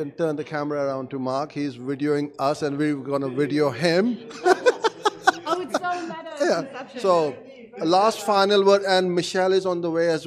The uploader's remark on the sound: At DigitalMarketer Certified Partner Training Day